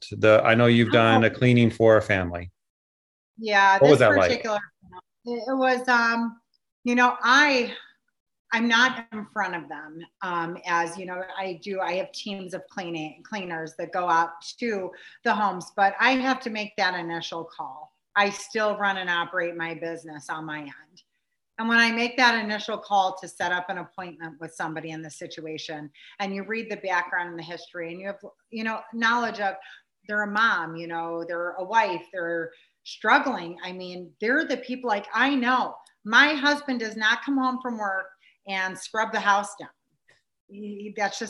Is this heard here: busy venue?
no